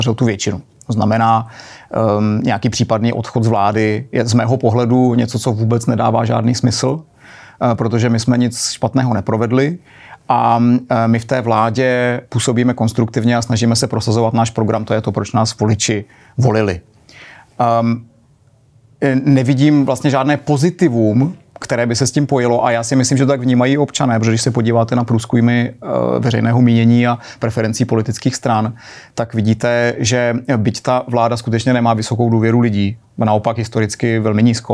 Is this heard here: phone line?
no